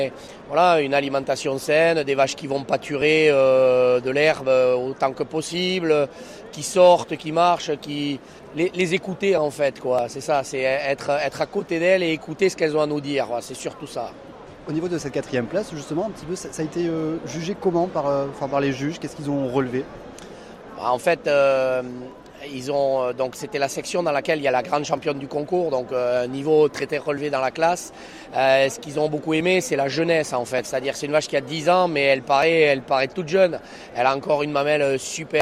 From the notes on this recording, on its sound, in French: LES TARNAIS AU SALON DE L'AGRICULTURE. Dispositif spécial de la rédaction en direct de la porte de Versailles à Paris.